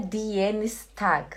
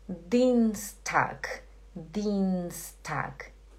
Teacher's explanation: Não fala die. Esse IE, ele é um I longo. · Shown in: second take